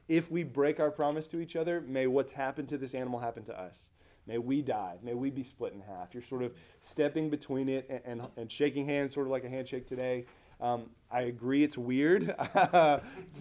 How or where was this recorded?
large echoing room